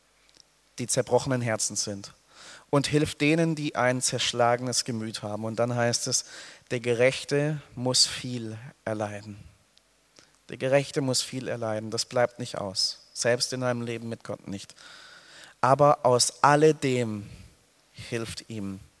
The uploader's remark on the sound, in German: aus dem Gottesdienst der Liebenzeller Mission